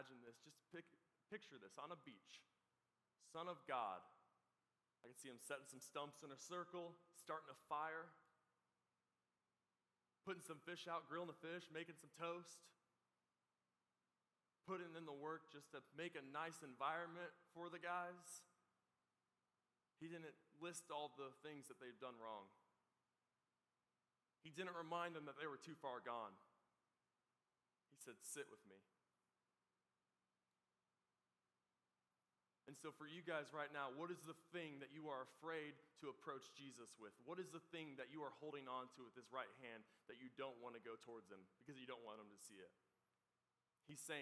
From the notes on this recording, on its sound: This is the recording of our event "24"!